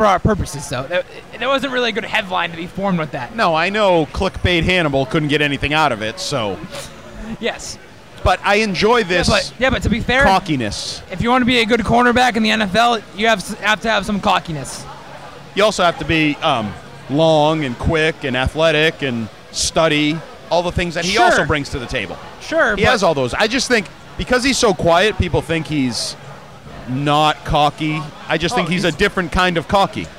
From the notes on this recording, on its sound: Live from Lord Hobo Brewing in Woburn.